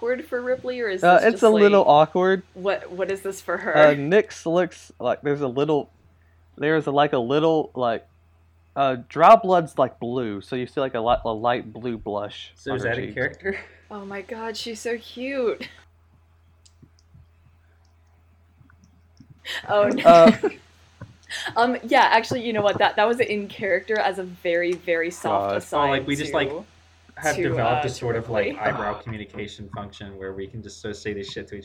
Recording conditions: poor sound quality